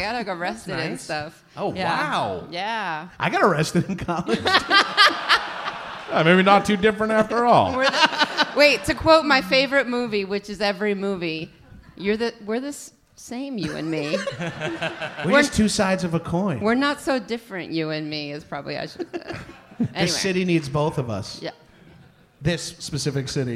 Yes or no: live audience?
yes